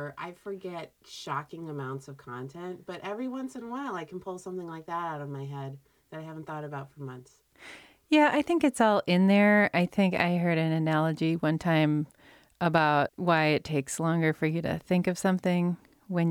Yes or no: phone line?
no